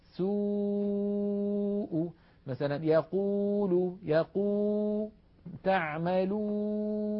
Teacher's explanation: هذه الواو عندما تخرج نلاحظ بأن الصوت لا يعترضه جزء من الفم حتى نقول إن هذا المكان هو مخرج الواو.